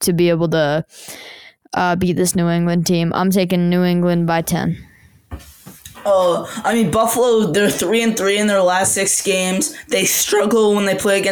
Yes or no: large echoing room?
no